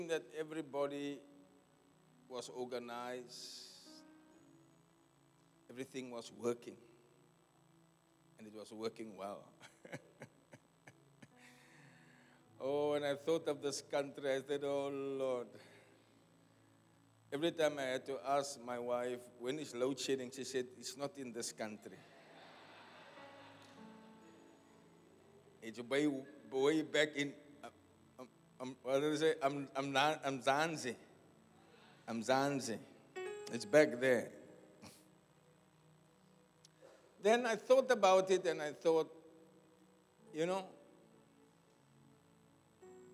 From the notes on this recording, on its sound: Preached at the Zion Sanctuary, Cape Town on the 21 May 2023